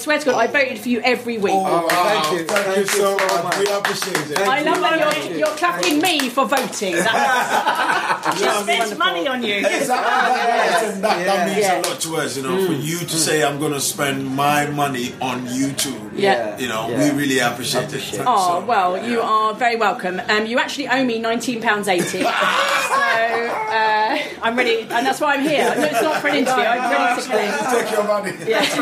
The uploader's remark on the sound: This podcast was recorded live at Camp Bestival, where we did a Scummy Mummies show.